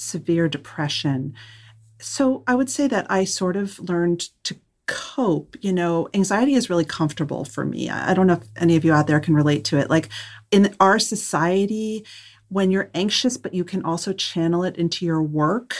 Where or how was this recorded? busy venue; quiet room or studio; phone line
quiet room or studio